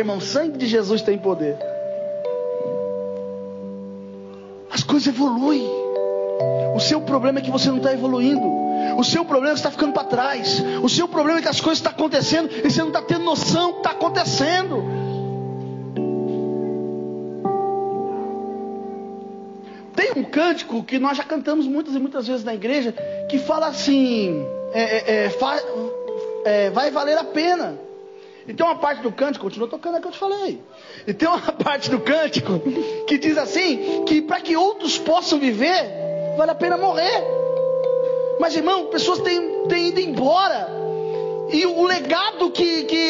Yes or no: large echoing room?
yes